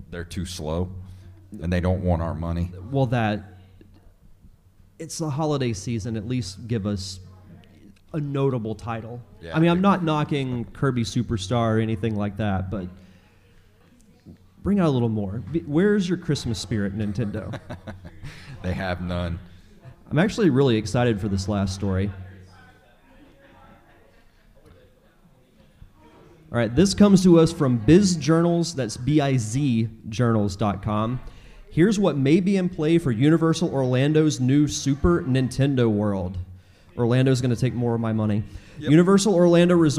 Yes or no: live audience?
yes